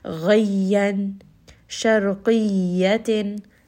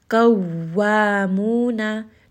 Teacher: applying a little bit of extra pressure on the shadda letters · Term: nabr